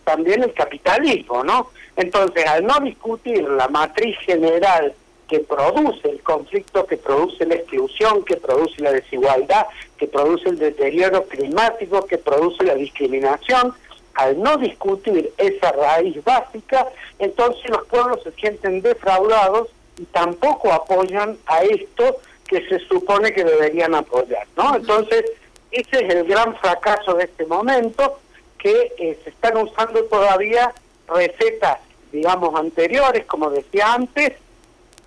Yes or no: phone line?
yes